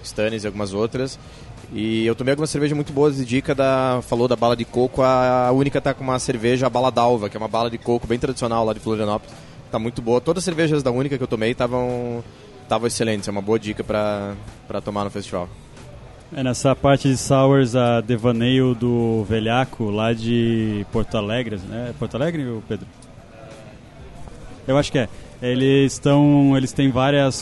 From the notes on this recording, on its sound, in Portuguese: participou do Festival Brasileiro da Cerveja de 2020, encontrou alguns patronos, e aproveitou pra gravar um episódio especial pro Beercast